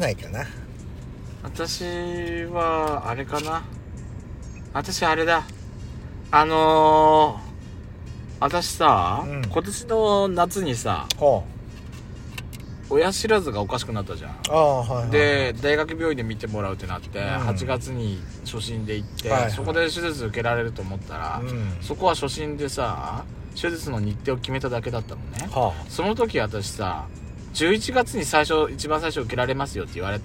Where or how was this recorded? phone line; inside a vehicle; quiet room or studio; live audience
inside a vehicle